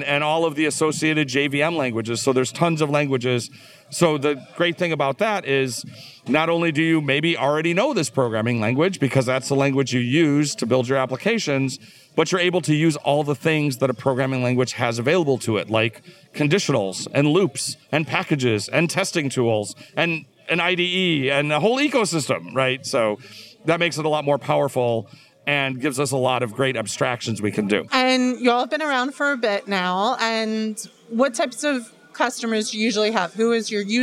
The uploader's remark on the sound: Recorded on the floor of KubeCon + CloudNativeCon Europe 2022. Recorded on the floor of KubeCon + CloudNativeCon Europe 2022.